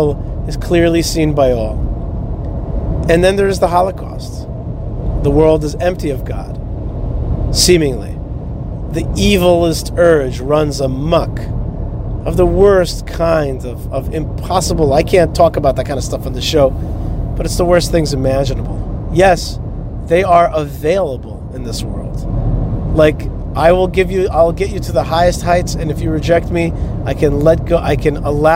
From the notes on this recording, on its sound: is driving down the highway in Florida